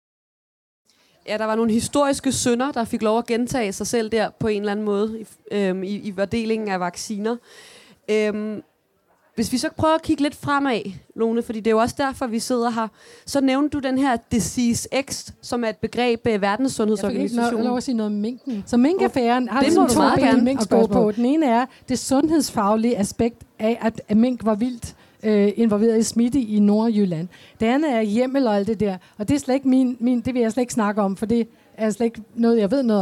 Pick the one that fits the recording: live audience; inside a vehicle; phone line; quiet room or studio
live audience